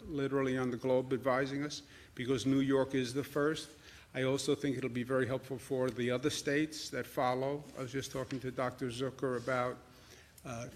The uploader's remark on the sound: Audio press conference